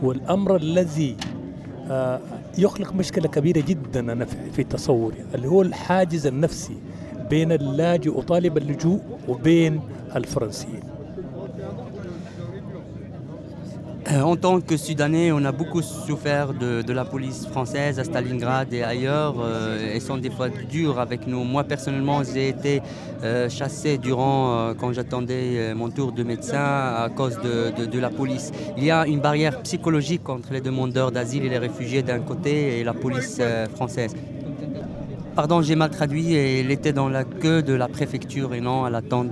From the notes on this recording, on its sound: A program recorded live on the Place de la République, in French and Arabic.